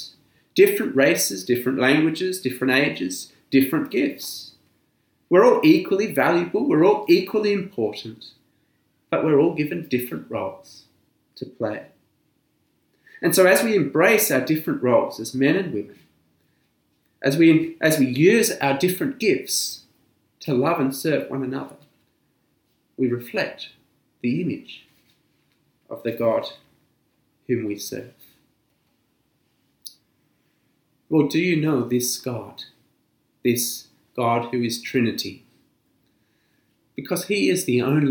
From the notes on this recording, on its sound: This sermon was preached at St Mary's Anglican Cathedral, Kuala Lumpur on 7th June 2020.